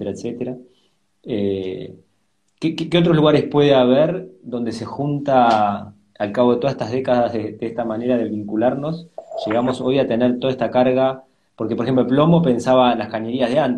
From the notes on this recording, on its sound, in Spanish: Audio de la charla en vivo por Instagram